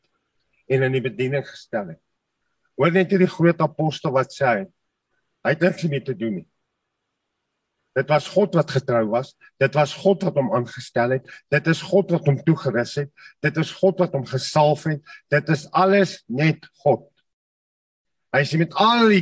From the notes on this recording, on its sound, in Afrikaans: Zoom Byeenkoms 28 Junie 2022. Manne van die Woord Zoom Byeenkoms.